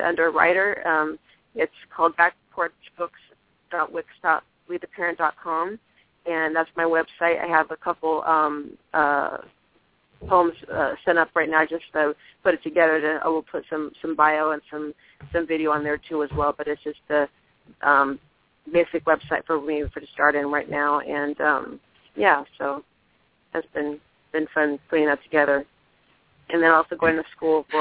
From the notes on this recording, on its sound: We played a number of spoken word tracks from poets all over the world. We also had live callers reading poems from Downtown, Los Angeles, Richmond, Indiana and Birmingham Alabama.